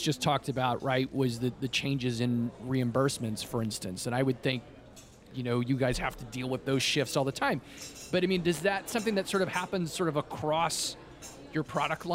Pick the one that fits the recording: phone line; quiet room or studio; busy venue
busy venue